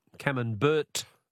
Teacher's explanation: But we don't pronounce the T. · Term: silent T